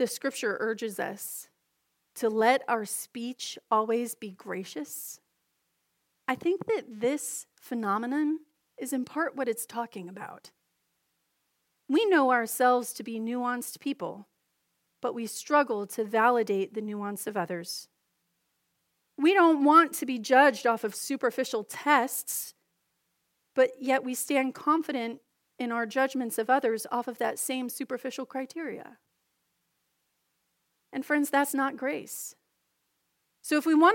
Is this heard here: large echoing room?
yes